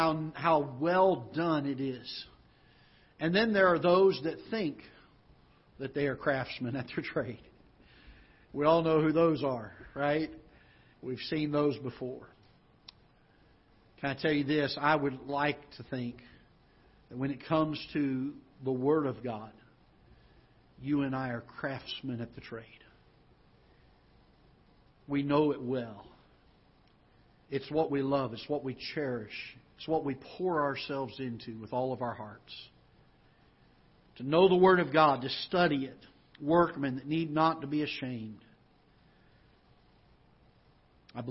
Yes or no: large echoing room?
yes